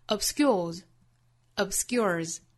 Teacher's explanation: 所以不管英还是美这个词尾部的 s 都读浊辅音的 z · Always 这个词和 obscure 这个词尾部的 s 都读浊辅音